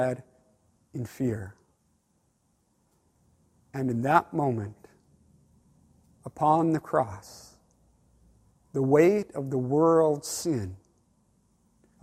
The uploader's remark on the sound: Online Good Friday service. Below you’ll find an audio only recording of our service.